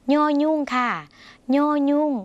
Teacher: ย่อยุ่งเสียงเนอขึ้นจมูกเหมือนในภาษาอีสานหรือภาษาเหนือนะคะ